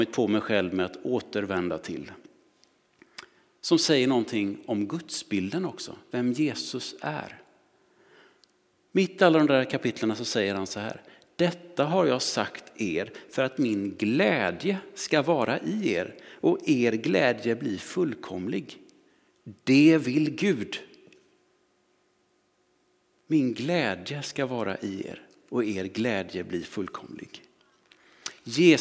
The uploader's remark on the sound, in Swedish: Inspelning från Immanuelskyrkan Skövde.